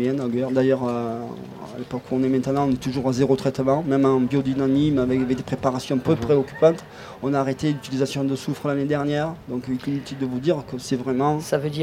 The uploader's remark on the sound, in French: Radio Grenouille au Street Food Festival 2022. Rencontrez les participants du Street Food Festival 2022.